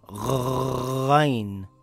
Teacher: It sounds similar to when you gargle some water from the throat.